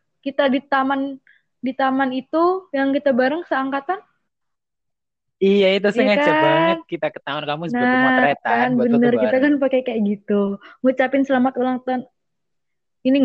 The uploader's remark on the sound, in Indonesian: Mohon maaf atas suara yang kurang jelas dikarenakan kondisi jaringan pada saat rekaman kurang stabil.